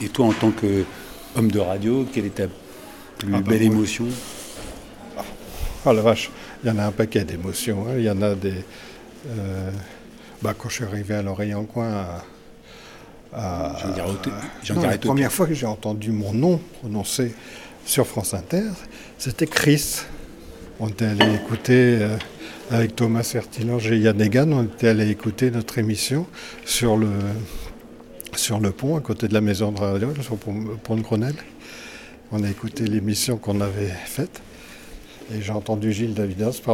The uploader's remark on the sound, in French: cette Balado au festival Longueur d'Ondes à Brest